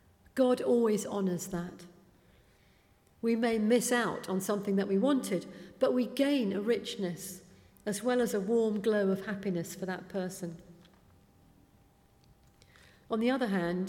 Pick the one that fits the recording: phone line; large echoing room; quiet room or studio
large echoing room